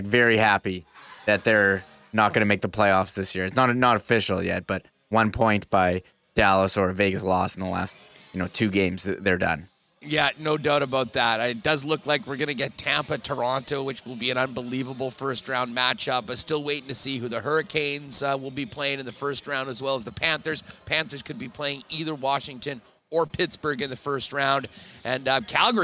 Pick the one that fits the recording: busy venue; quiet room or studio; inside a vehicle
busy venue